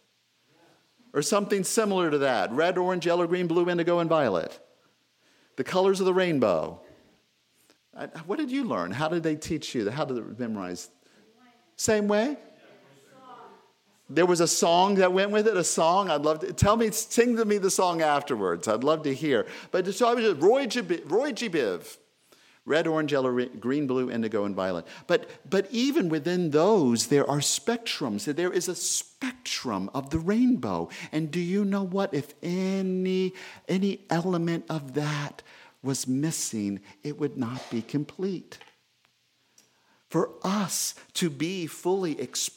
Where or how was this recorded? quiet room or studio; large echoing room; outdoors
large echoing room